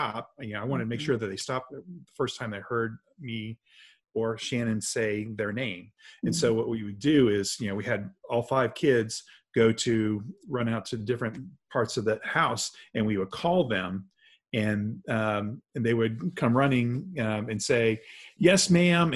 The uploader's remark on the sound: sat down on a Zoom call